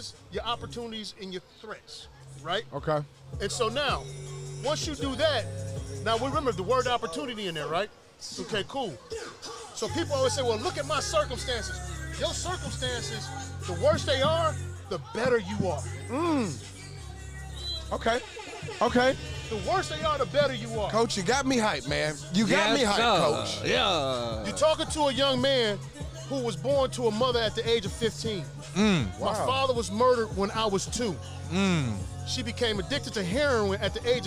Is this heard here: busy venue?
yes